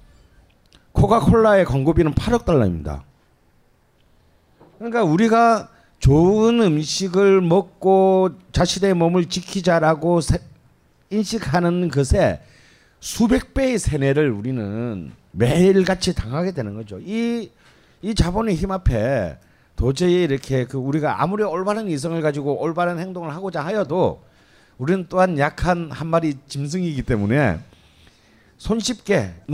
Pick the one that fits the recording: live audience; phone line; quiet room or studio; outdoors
live audience